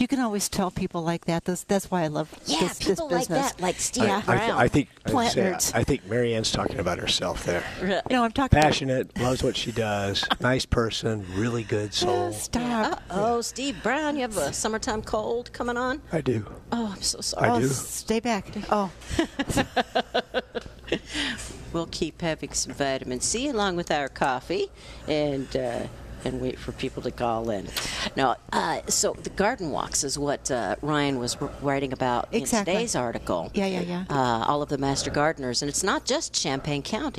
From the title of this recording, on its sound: Live at Prairie Gardens